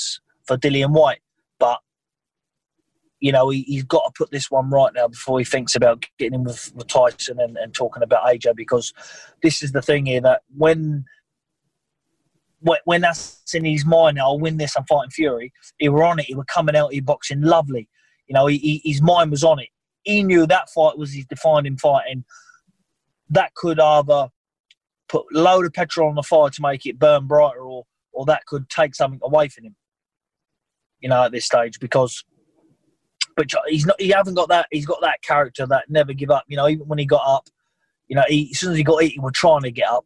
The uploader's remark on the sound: via Zoom